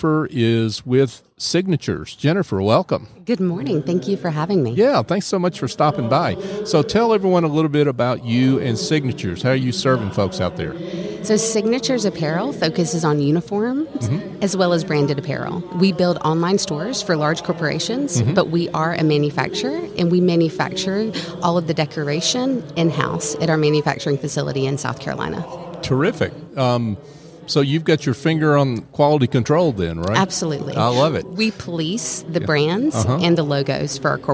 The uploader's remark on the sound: LIVE from SOAHR 2023. North Fulton Business Radio.